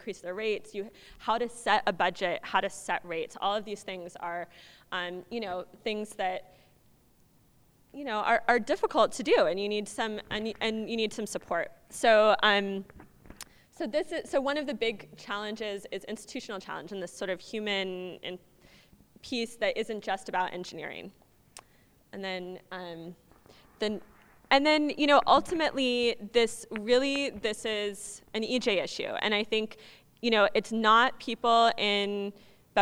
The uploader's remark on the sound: UC Berkeley live recording